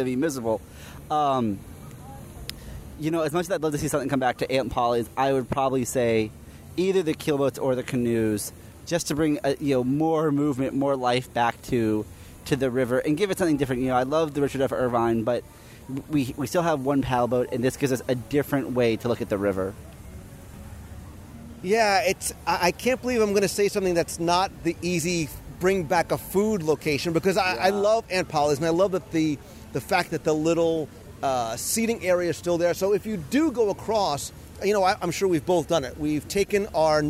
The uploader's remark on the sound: Recorded Live from Walt Disney World. Recorded LIVE inside the Magic Kingdom.